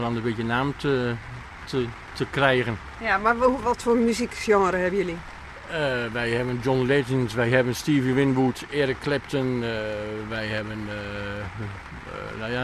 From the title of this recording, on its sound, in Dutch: op de North Sea Jazz-camping